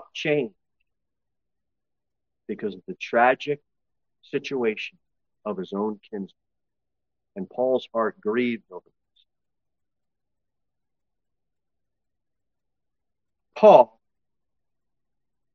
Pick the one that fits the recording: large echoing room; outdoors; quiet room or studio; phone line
large echoing room